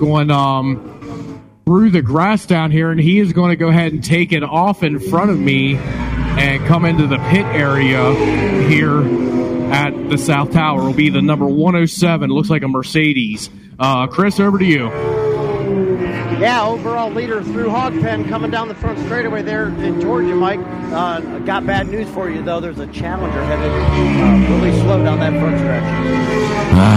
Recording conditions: busy venue